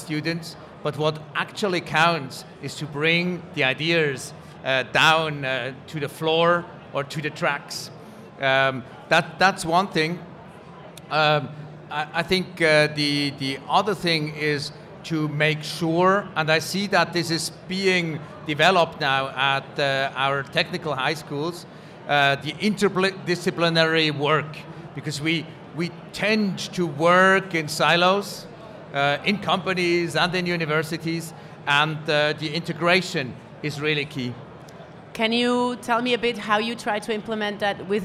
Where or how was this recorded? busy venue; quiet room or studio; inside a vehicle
busy venue